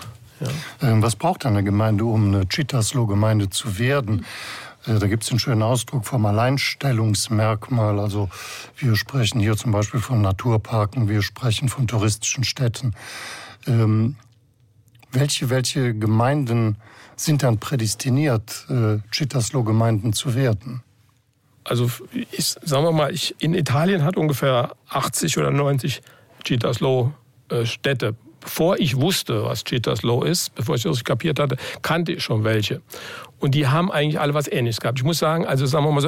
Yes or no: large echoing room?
no